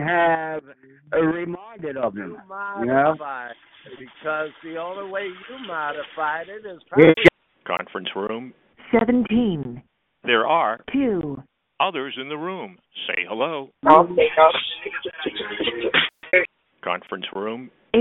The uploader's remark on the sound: Conference Call